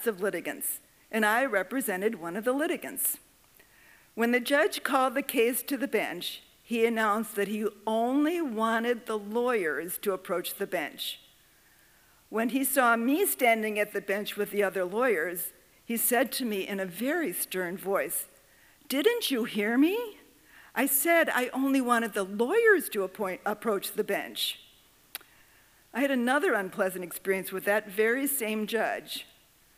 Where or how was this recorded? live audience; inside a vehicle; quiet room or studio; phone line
live audience